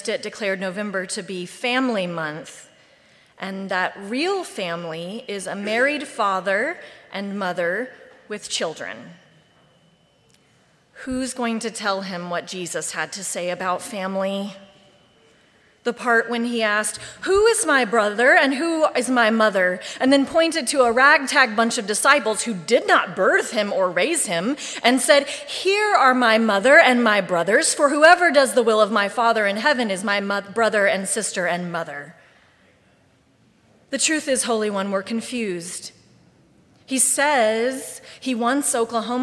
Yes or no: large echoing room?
yes